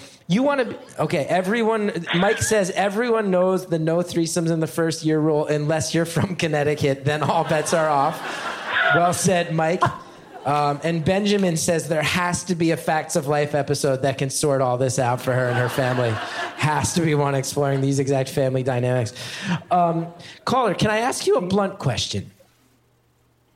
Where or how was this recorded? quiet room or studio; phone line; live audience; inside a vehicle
live audience